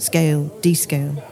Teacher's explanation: Letter K, voiceless velar plosive